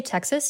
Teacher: it's a Z instead of an S at the end, which sounds pretty Texas to me · Term: Texas accent